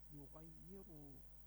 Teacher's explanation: ra dengan tafkhim tebal karena baris ra baris dhammah, dan setelahnya sebagai mad panjang sealif dua harakat, ghay yughayyiru panjang dua harakat.